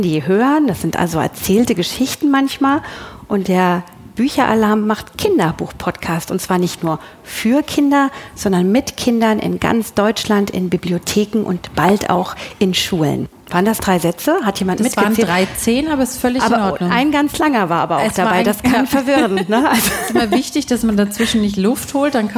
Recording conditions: busy venue